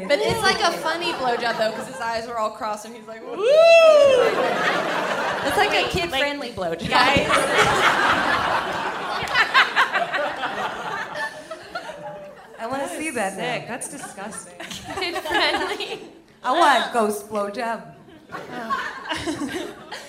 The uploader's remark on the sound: LIVE AT Largo in Los Angeles